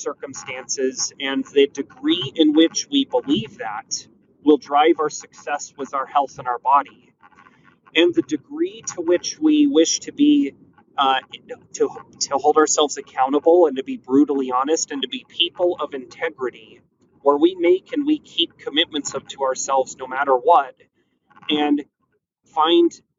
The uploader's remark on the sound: Sorry about the background noise.